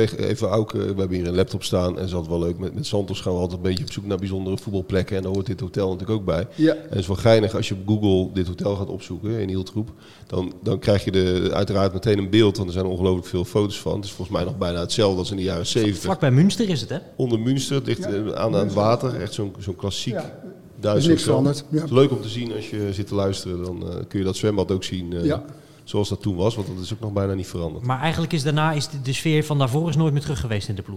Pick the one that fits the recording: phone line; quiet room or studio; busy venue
busy venue